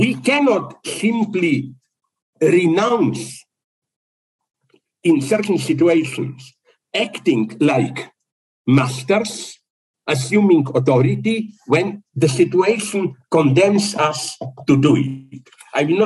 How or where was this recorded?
video call